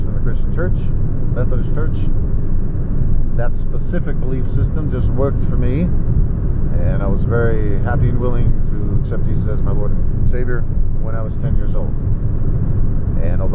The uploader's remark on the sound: Sorry about audio. Wind from driving.